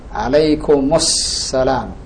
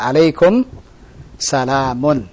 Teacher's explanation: Mim dan alif lam bertemu. Maka di sini dua huruf mati ini ketemu, harus dihidupkan salah satunya. Yang kita hidupkan di sini mimnya. · Shown in: first take · Term: mimnya harus dihidupkan